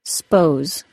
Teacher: the most common 2-syllable word that can be reduced to a single syllable, s'pose, for suppose